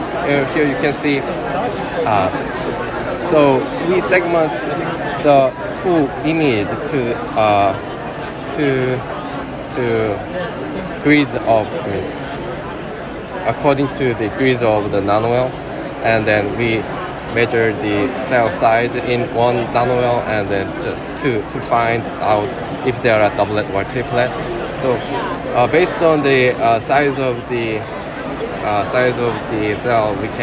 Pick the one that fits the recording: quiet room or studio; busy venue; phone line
busy venue